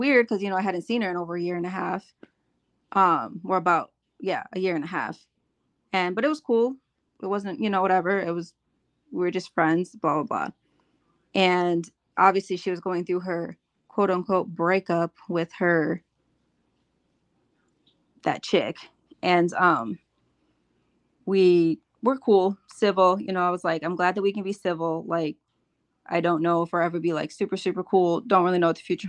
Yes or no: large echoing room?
no